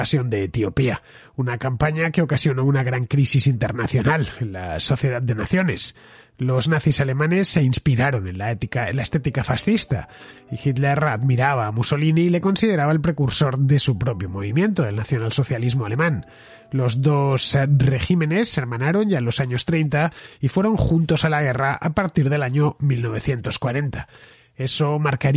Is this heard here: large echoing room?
no